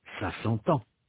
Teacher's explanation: dans la voyelle nasalisée, il n'y a pas trace de la consonne N